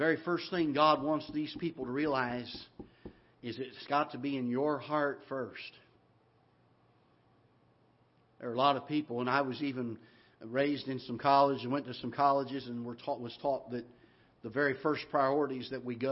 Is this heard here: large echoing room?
yes